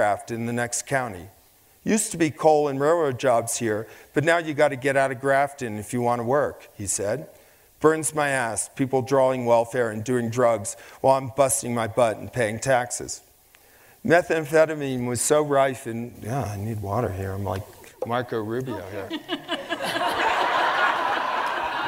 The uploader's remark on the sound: Onstage for a lecture series held by Aspen Words, the literary organization of The Aspen Institute.